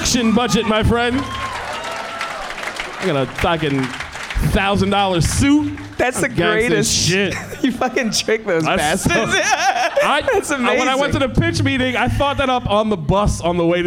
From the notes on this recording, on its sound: Live from Hyena's in Dallas